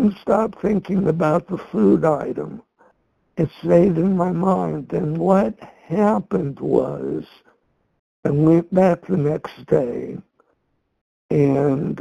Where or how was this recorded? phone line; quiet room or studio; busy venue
phone line